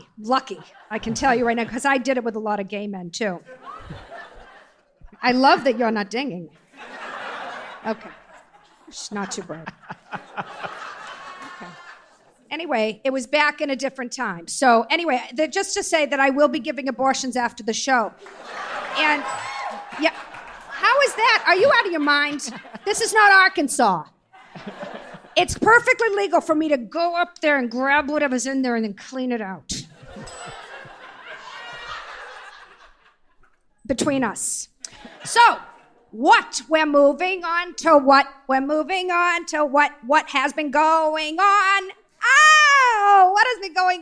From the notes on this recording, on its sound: LIVE at the Bell House in Brooklyn